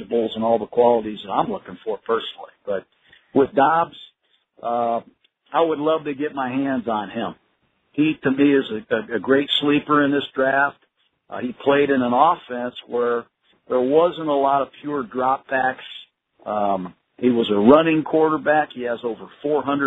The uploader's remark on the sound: NFL Draft Conference Call